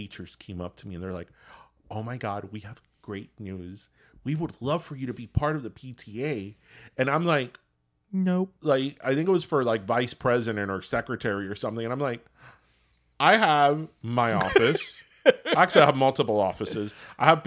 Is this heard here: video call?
no